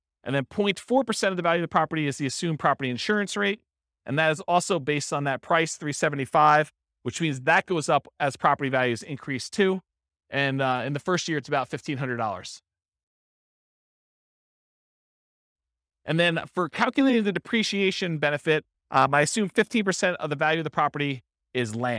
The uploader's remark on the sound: This was a live class recorded